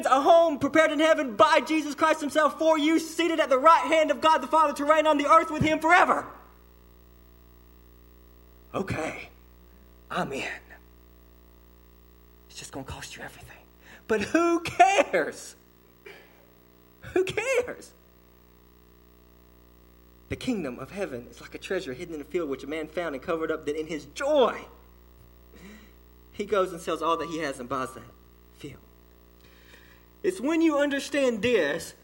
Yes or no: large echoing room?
yes